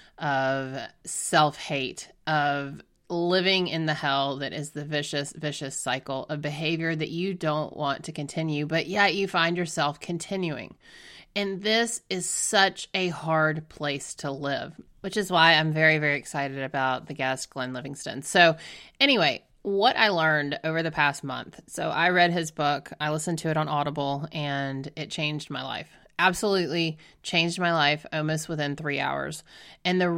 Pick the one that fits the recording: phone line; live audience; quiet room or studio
quiet room or studio